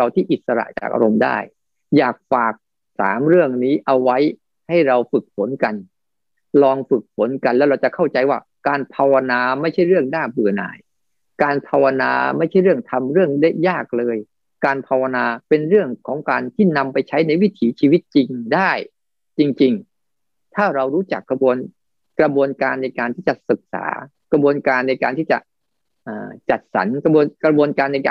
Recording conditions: video call